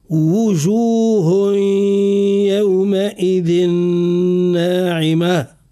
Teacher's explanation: لابد أن نظهر وأن نتكلف في إظهار صوت الواو المضموم وأن نضم الشفتين ضما كاملا